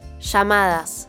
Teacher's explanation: In Argentina, often the double L and Y are pronounced with a sh sound